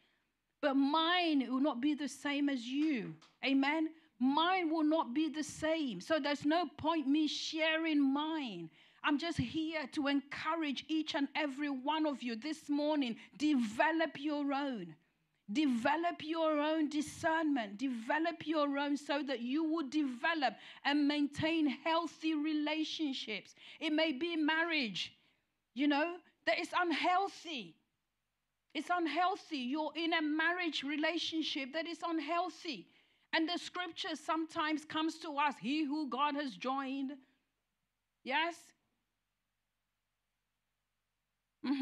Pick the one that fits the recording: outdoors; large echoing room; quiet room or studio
large echoing room